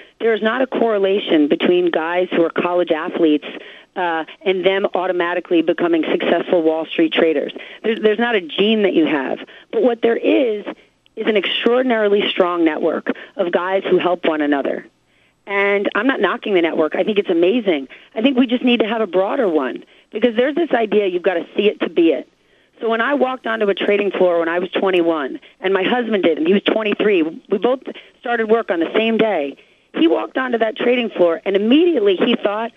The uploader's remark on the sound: called in for a chat